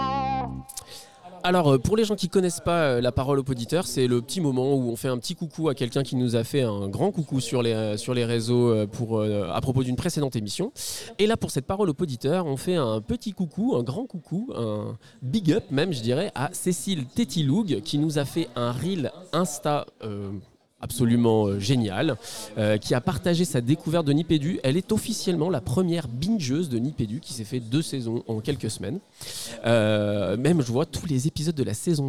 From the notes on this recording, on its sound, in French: Pour la dernière émission de la saison, on s’est bien fait plaisir en enregistrant en public à #Ludovia20, l’université d’été du numérique éducatif.